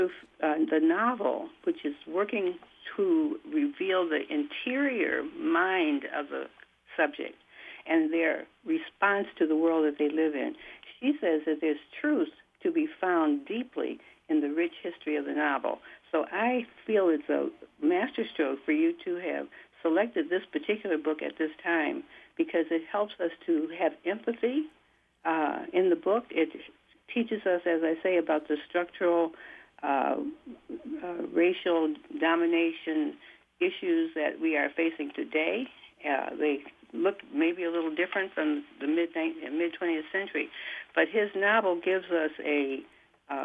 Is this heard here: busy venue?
no